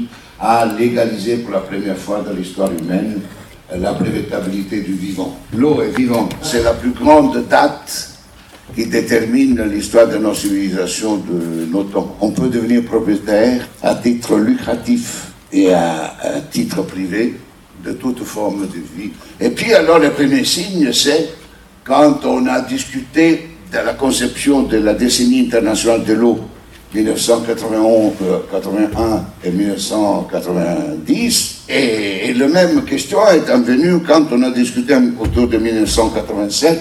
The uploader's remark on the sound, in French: Émission de radio en public. Au café solidaire, 1 rue de la Solidarité - 75019 Paris, dans la cour-jardin (Métro Danube ou Ourcq).